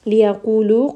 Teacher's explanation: Instead, go straight down to the لام. ليقولوا قاف is going to be heavy and this is a two count mud.